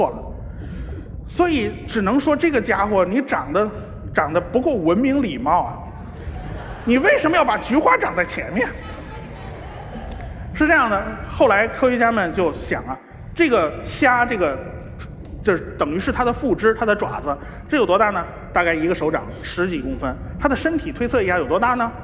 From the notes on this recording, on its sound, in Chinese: 在绍兴大剧院举办的《理性的力量》科普演讲会如约而至。一千多位观众到现场参与了这次活动，整个会场都坐的满满的，台下黑压压的坐了一大片。当我容出空来好好整理一下整场活动的录音的时候，我才发现，耳机里听到的缺陷远比我估计的要多得多。这不是在自己窝里，可以从容不迫的录音，还可以后期剪辑。绍兴活动现场。